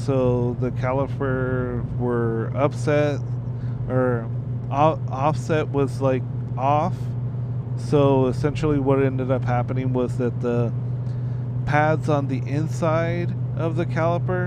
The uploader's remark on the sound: On my drive back from the Laguna Seca festival, I shoved a mic on my harness and was able to make a podcast. Sorry about the ambient noise.